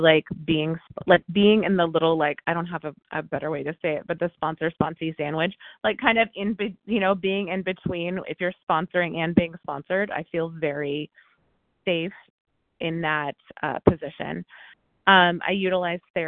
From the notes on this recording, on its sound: from the 100 Pounders Phone Meeting